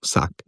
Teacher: Ta vsak se načeloma v sproščenem govoru, če ni to spikerski govor, se tukaj izgovarja kar navaden u. U celo, oziroma zelo kratek u, ampak gre za v bistvu ujevsko varianto.